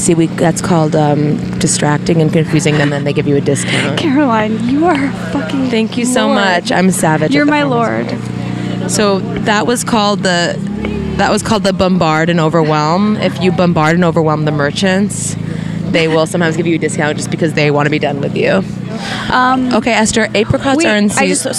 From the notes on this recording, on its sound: recorded an episode LIVE from the Hollywood Farmer's Market!